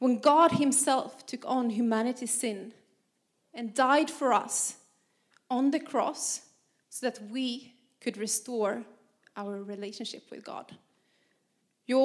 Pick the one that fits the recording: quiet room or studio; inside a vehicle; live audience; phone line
live audience